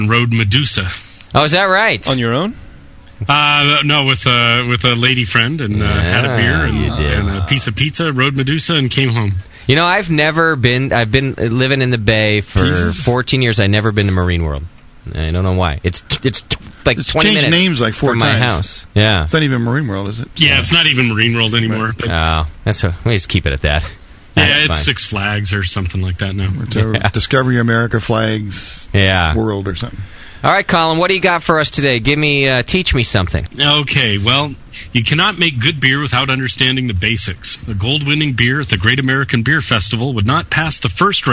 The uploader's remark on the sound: The Session 05-10-09 Linden Street Brewery